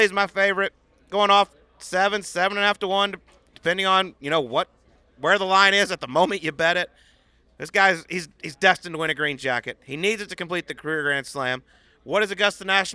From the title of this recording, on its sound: Subpar Live from Augusta